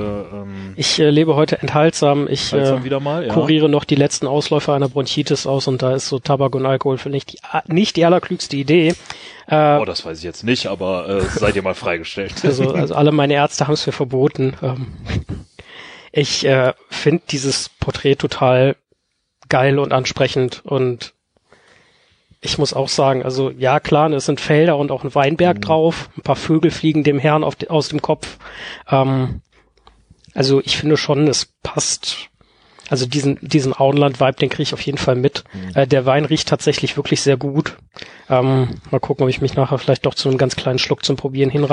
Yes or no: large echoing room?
no